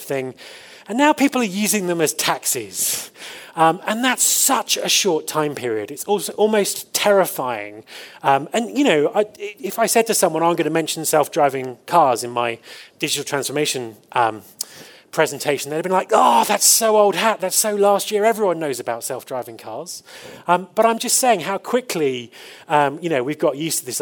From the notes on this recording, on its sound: The conference organizers, The Eventful Group , made an audio recording of the presentation. Last year I was fortunate enough to deliver the opening keynote at HR Tech Fest in Johannesburg. The conference organizers, The Eventful Group , made an audio recording of the presentation.